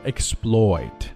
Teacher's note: 这前面有一个 S 所以说呢 P 受到它的影响之后呢就不送气发得像 B 一样